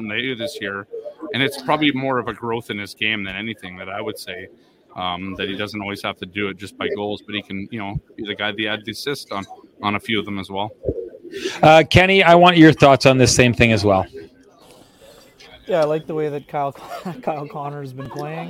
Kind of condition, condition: setting, busy venue